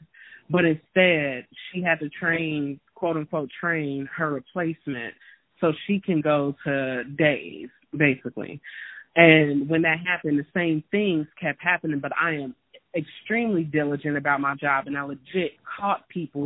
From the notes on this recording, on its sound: talk via telephone